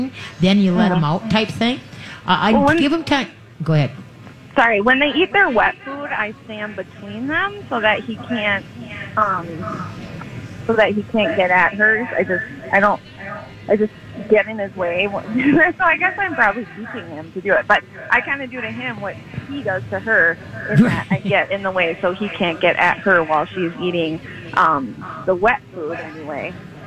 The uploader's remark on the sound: LIVE from the Great MN Get Together!